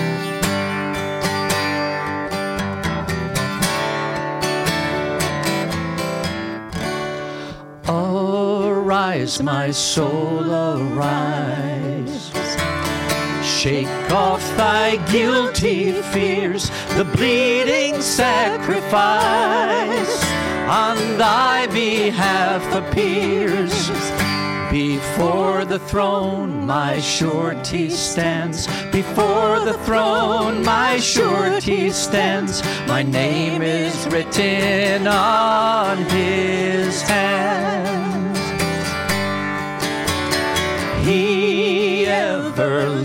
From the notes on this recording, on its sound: Session 2 from NRP's 2022 Winter Leadership Conference